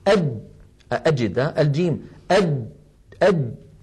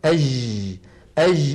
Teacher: مهما ضغطت فإن الجيم العربية الفصيحة شديدة يعني ينحبس الصوت · Shown in: first take